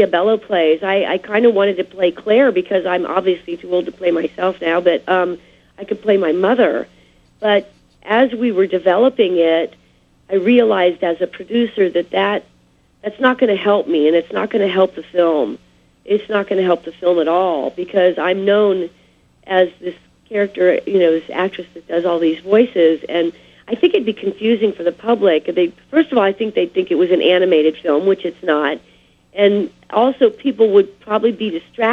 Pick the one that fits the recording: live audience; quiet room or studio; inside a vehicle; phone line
phone line